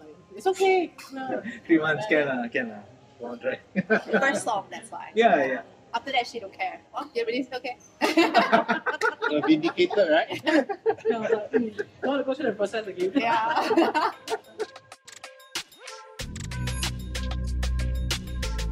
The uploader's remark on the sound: Please forgive the sound quality. This was recorded in a rather noisy environment.